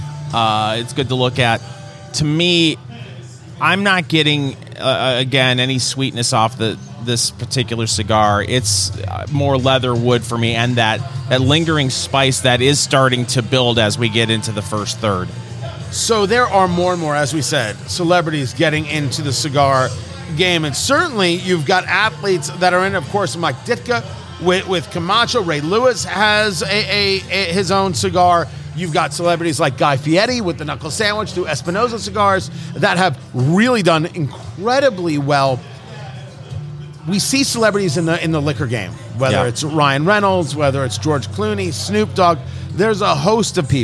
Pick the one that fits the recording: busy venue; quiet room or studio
busy venue